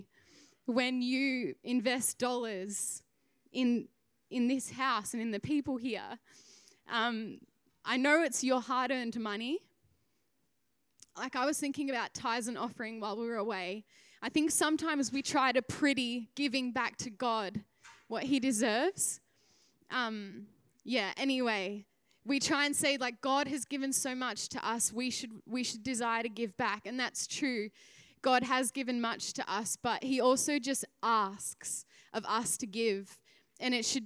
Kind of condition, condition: setting, large echoing room